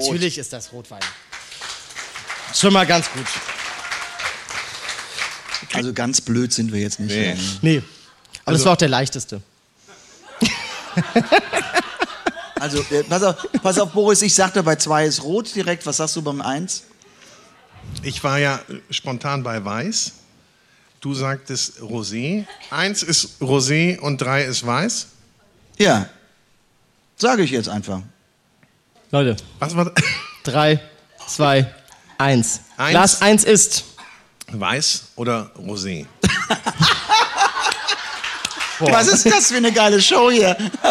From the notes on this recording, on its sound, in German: Es ist auch eine ganz besondere Episode, da wir erstmalig live vor anwesendem Publikum im KENT Club in Hamburg aufgezeichnet haben.